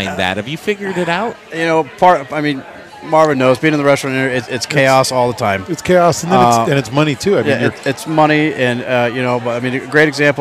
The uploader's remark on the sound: The Modern Eater Show was live from Abrusci's Fire and Vine Saturday night!